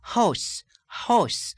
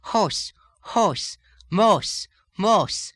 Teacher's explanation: The sound ow, as in house, changes to another strangely rounded sound